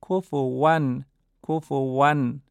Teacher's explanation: نکته مهم و قابل توجه اینه که حرف واو نباید تشدید بگیره، کفوون نباید بشه، کفوون غلطه، حرف واو باید بدون تشدید خونده بشه